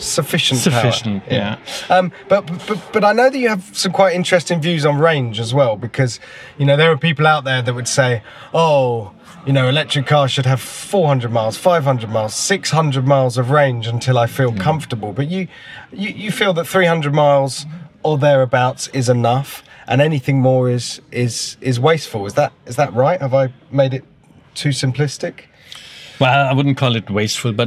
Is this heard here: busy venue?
yes